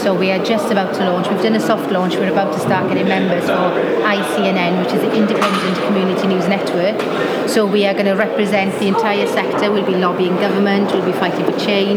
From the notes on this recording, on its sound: is at the MoJoCon Conference for Irish Tech News